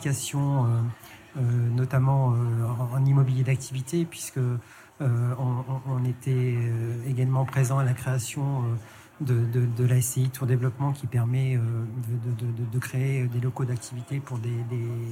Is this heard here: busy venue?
yes